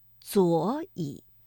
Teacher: 第一个左和乙这个赏声字相连，所以读二四调